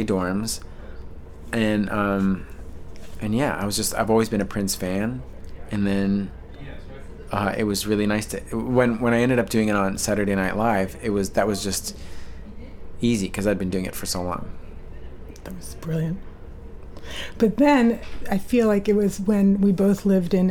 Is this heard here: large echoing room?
no